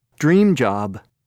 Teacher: Notice how in these compound nouns, the adjective is stressed rather than the noun.